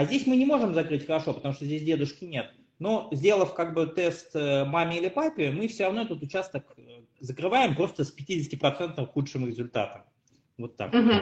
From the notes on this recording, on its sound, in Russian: К сожалению, не удалось избежать проблем со звуком.